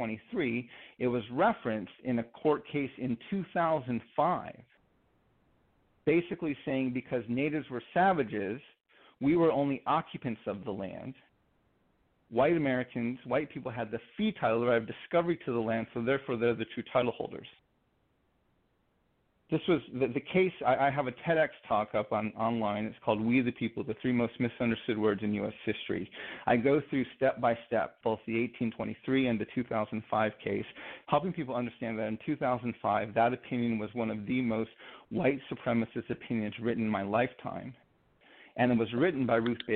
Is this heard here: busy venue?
no